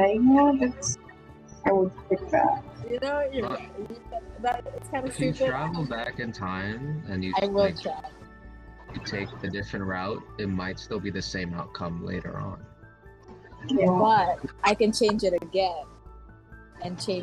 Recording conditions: background noise